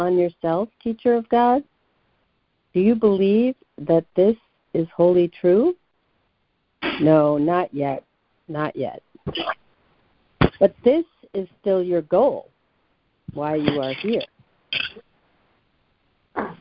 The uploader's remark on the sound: ACIM Daily Conference Call